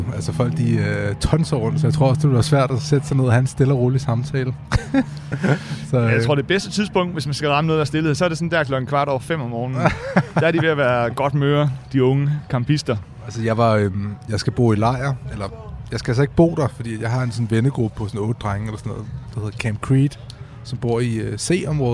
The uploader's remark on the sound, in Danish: 27 juni på Roskilde Festival